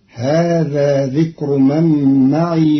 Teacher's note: قرأ قالون كلمة معي بإسكان الياء